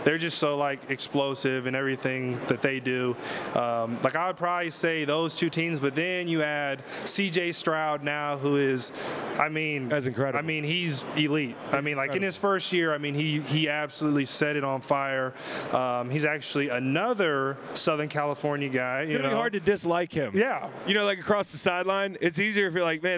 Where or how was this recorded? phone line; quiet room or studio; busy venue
busy venue